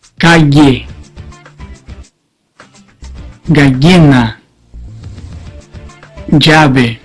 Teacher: Para pronunciar la grafía L, se eleva la punta de la lengua a los incisos inferiores. Y el dorso se eleva poniéndose en contacto con el paladar.